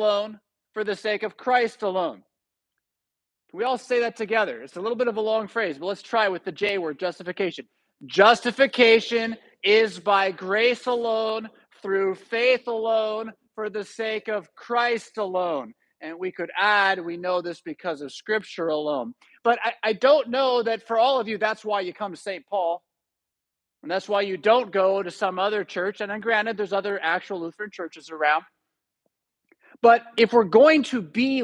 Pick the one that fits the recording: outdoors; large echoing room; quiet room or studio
large echoing room